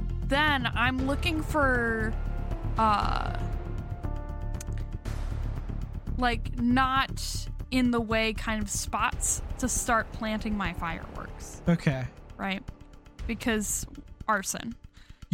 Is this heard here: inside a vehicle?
yes